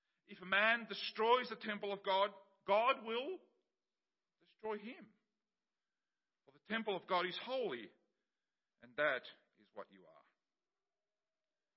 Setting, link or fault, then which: setting, large echoing room